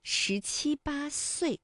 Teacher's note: 这里有十，还有岁，有翘舌音，有平舌音